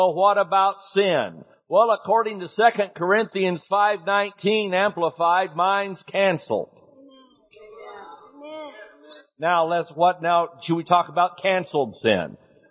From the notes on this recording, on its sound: Recorded at Healing Grace Church in Tulsa, OK February 25, 2013